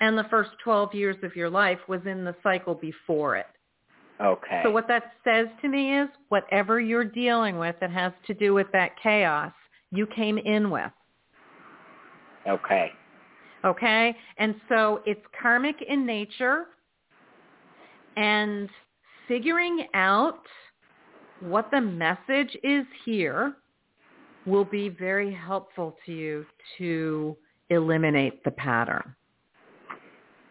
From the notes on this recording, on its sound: In response to callers' questions. On air.